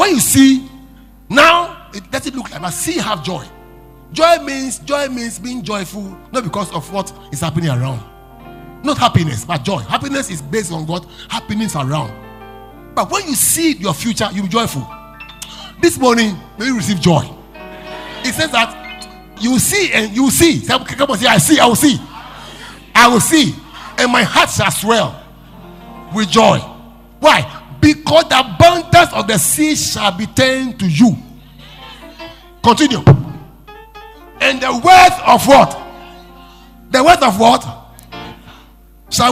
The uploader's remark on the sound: Preached At LCC Goshen